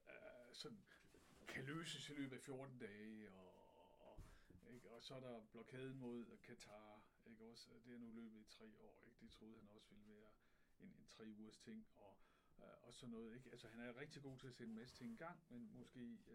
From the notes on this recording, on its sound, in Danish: Problemer med lyd - Ny version udkommer tirsdag aften !!